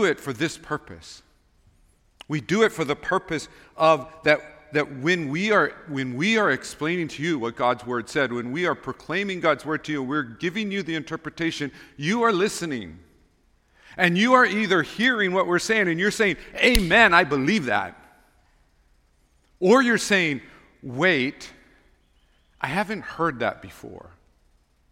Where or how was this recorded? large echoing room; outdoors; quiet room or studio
large echoing room